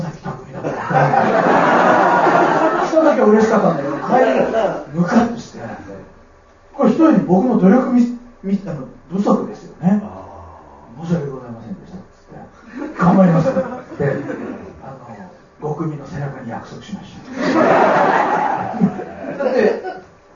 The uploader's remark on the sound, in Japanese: 貴重なトークイベントが行われました